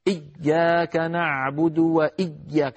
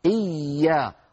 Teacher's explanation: فالياء لا ينحبس صوتها بل تكون مضاعفة · Shown in: second take · إيا فيها شدة وليس فيها شدة، فصوتها مستمر لا انقطاع فيه. · Term: حرف رخو